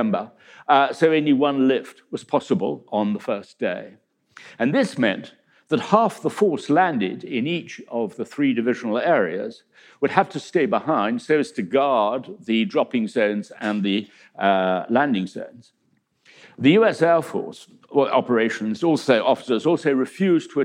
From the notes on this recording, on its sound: In a talk that he delivered at our 2019 BBC History Magazine History Weekend in Winchester